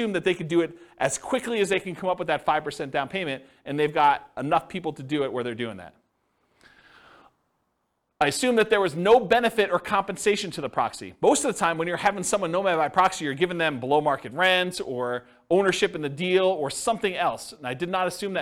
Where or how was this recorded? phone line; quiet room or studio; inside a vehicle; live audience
live audience